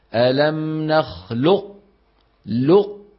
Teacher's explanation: فيطبق على قاف غير مقلقلة ويغير شكل الفم بدون صوت إلى كاف · Term: صفة الاستعلاء